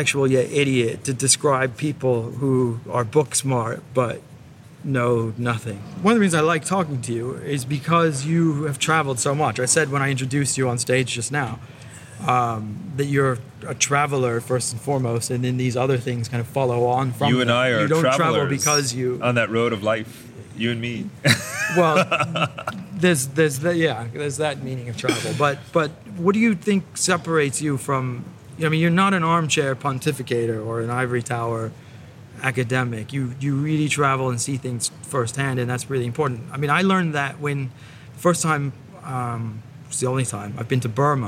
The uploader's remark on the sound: took place backstage at the Moscow Urban Forum